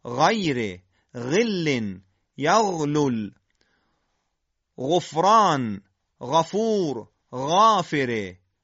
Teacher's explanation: دو حرف خا و غین در اثر ارتعاشات سریع نرمکام که به زبان کوچک ختم میشن تولید میشه. صدای غین نسبتاً نرم و ممتده و با ارتعاش تارهای صوتی همراهه.